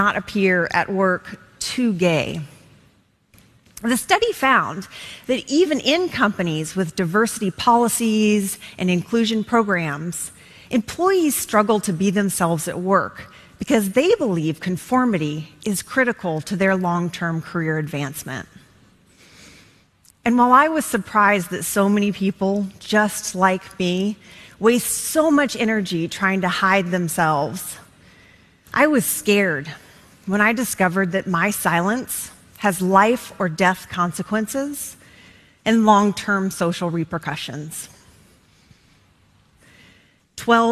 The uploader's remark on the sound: In front of an audience of her co-workers